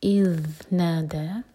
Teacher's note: ذال کے لیے زبان ہماری اوپر والے دانت پر ٹچ ہوگی اور تھوڑی سی ٹپ باہر ہوگی، اس کو ز نہیں پڑھا جا سکتا.